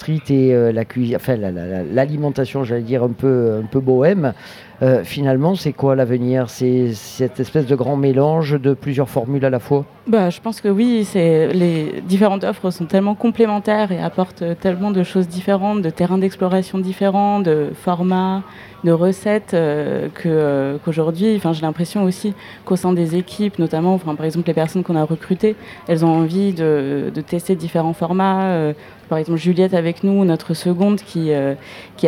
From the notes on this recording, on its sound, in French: Troisième et dernier plateau de Radio Grenouille au Street Food Festival, le festival de la nourriture de rue, place de la Major, remplie de saveur.